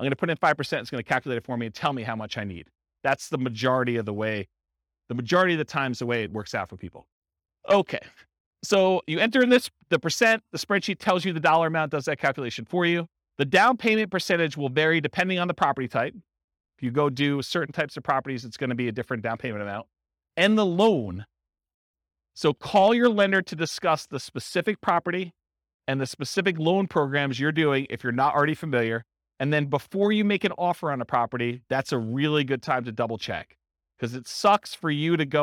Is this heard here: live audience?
yes